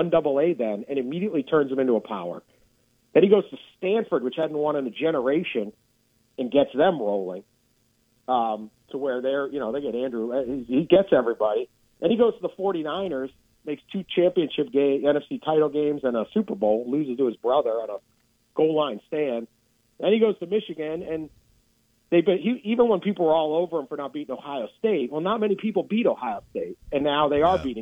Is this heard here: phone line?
yes